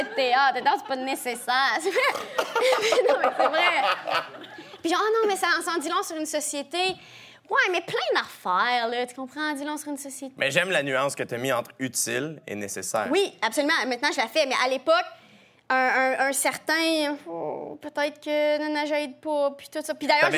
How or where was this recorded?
live audience